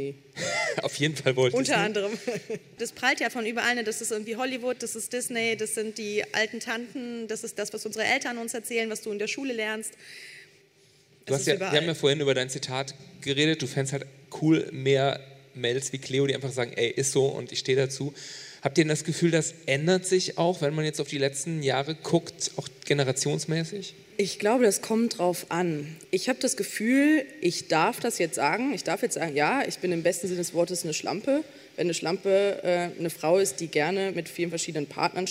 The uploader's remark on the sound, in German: Beim Podcastfestival in Hamburg